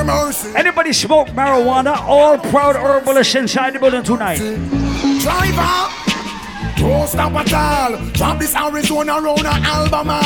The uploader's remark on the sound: This is a live audio recording of the party at Island Saturdays on Oct 2nd.